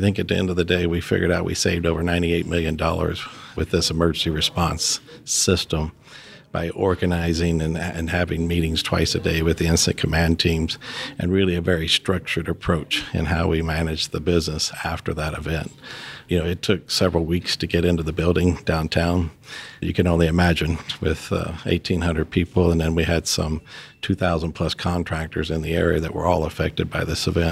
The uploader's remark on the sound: recording at the HSE for Unconventional Oil & Gas 2019